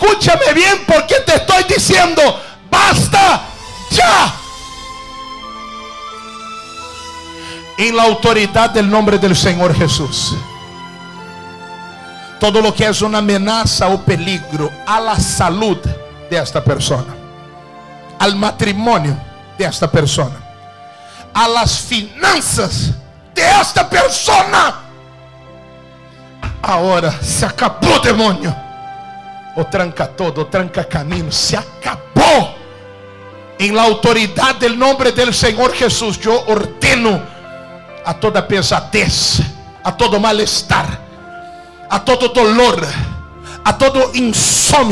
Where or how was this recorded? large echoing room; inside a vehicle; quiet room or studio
large echoing room